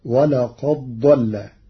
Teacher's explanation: قرأ ورش كلمتي ولقد ضل بإدغام الدال في الضاد، فتصير ولقد ضل للتقارب.